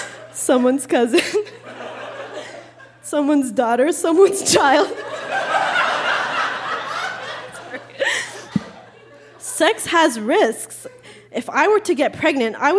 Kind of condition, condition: setting, live audience